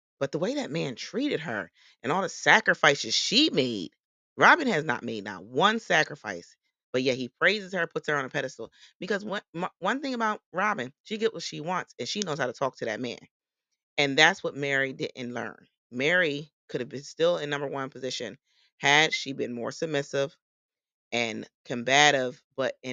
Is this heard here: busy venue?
no